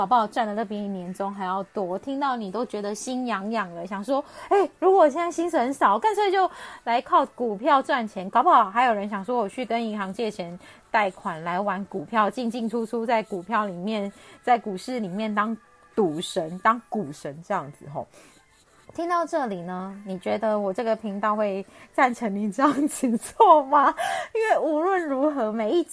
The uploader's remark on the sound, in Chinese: 這一集換了錄音方式，所以有些沙沙的聲音